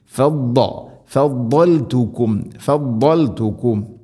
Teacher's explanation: ഫദ്ദൽതുകും, ഫല്ലൽതുകും അല്ല ഫദ്ദ, ബോധുച്ചരിക്കുന്ന സമയത്ത് നാവിൻ്റെ ഏതെങ്കിലും ഒരു സൈഡ് അണപ്പല്ലുകളോട് ചേർന്ന് അതിൻ്റെ ഒരു നീളത്തിൽ തട്ടിക്കൊണ്ടായിരിക്കണം വരേണ്ടത്. അത് ഇസ്തിഇലാഇൻ്റെ സ്വരഭാരത്തിൽ ഉച്ചരിക്കേണ്ട അക്ഷരവുമാണ്.